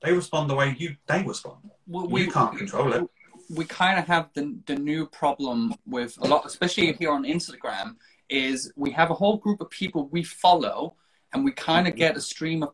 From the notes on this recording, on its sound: Recorded on 18 September 2021 on Instagram Live